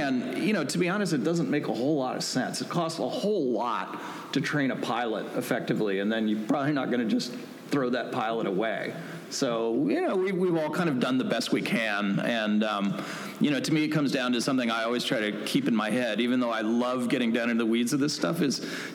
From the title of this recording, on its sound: Live panel from SWCO